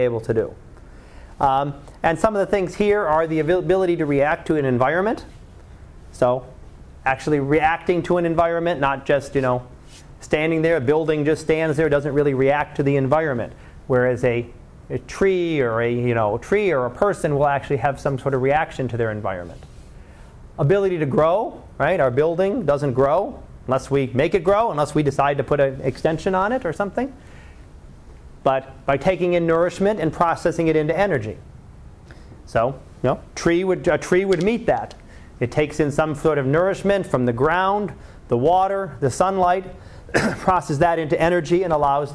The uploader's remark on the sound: Live Class Lecture